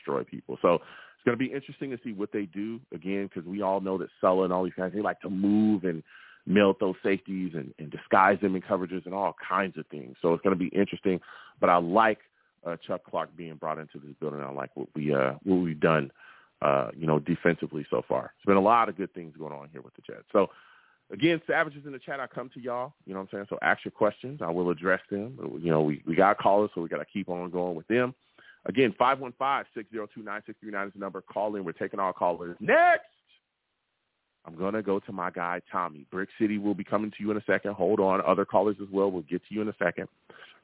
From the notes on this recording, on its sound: I take live callers!